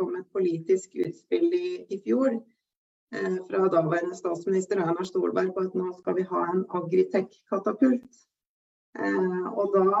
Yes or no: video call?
yes